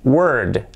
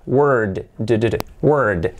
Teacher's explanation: alargándola un poquito por la D sonora